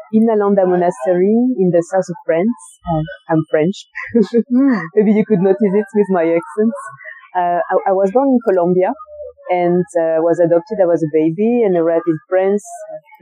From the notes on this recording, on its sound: The conversation was recorded outdoors, on a busy roadside cafe of Bodhgaya.